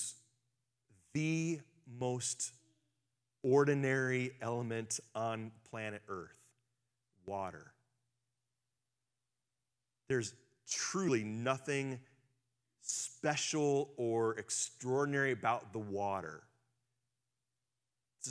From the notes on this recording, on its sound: Live from our Celebration Ministry Center